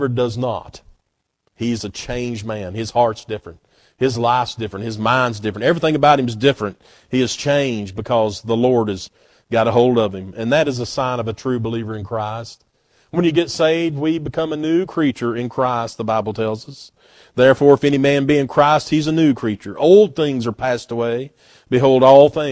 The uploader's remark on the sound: at Northside Baptist Church on Sunday morning, February 11, 2024.